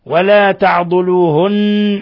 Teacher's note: النون مشددة تغن مقدار حركتين